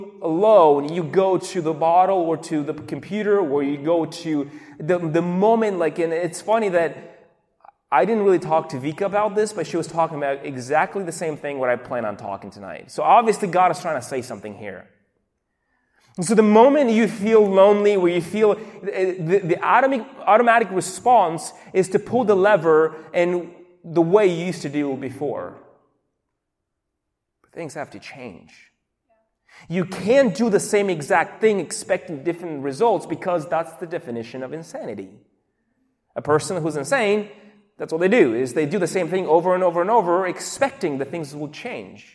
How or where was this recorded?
large echoing room